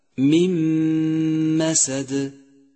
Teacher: مما سد، جاءت النون الساكنة وبعدها حرف الميم، والميم حرف من حروف الإدغام بغنة. أدغم حرف النون بحرف الميم وشدد حرف الميم واستغرق زمن الغنة حركتين وصار نطقها هكذا مما سد.